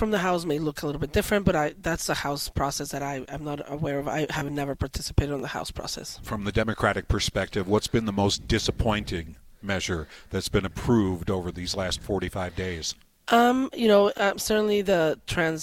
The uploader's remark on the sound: Joins me live at the Capital.